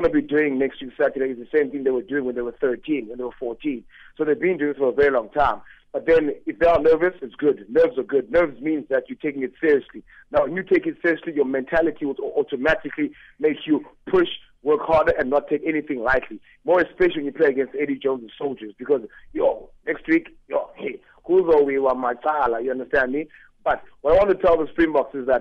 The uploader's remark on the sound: PHONE INTERVIEW